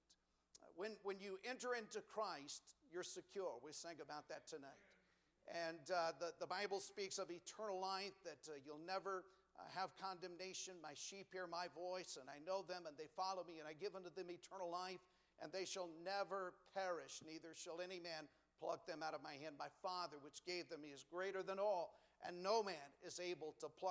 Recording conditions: large echoing room